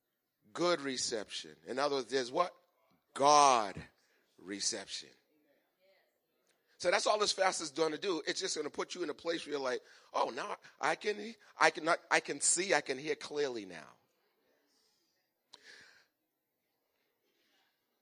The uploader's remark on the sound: Recorded on 2017-02-26 at the 08:30am Service.